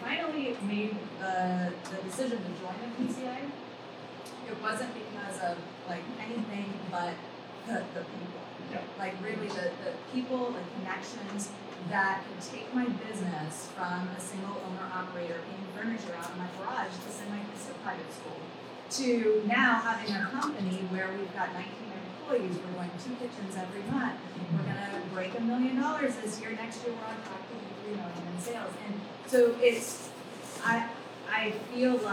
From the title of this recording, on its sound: Live From The Painting Contractors Association - PCA Women In Paint Conference